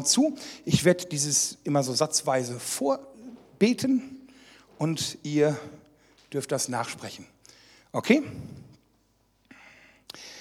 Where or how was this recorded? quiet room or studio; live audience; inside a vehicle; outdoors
live audience